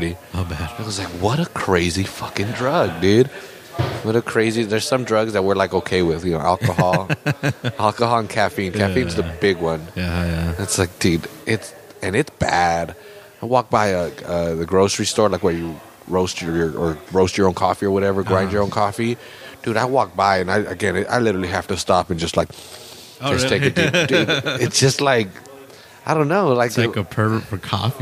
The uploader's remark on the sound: May Open Mic at The Press Club